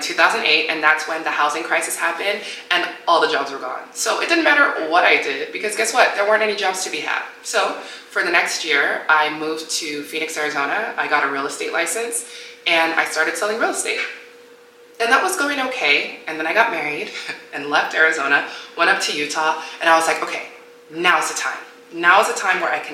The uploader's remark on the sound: My external drive died so my audio wasn't moved to my laptop. Because of this, my noise cancelling was not working at all! Also, my dryer was going OFF during this episode so you may hear some tumbling.